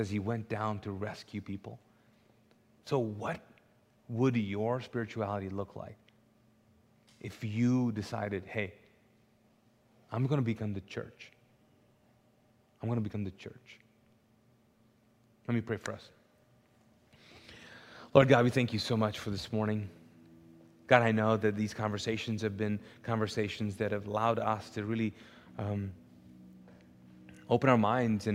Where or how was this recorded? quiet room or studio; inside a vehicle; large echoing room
large echoing room